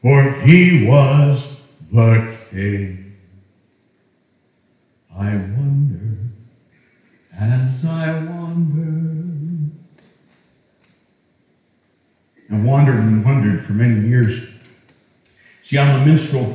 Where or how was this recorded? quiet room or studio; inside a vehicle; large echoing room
large echoing room